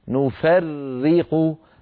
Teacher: هذه الراء المشددة لابد من نطق راءين أولاهما ساكنة والثانية مكسورة